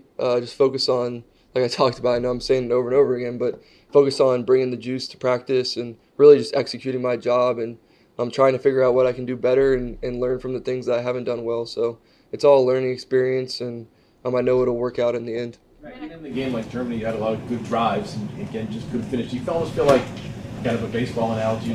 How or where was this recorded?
busy venue